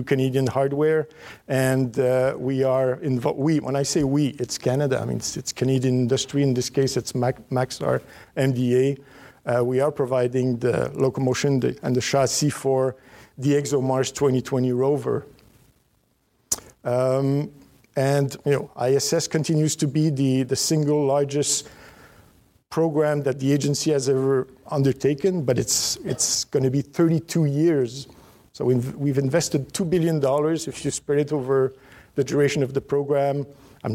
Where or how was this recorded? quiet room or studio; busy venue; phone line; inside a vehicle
busy venue